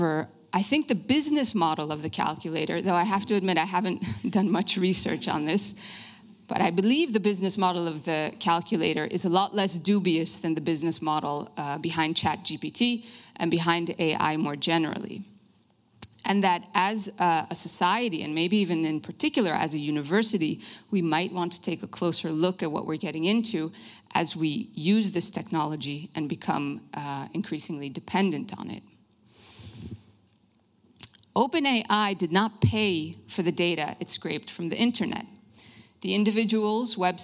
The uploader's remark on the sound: Lecture at Denkwerk Festival. De Lindenberg.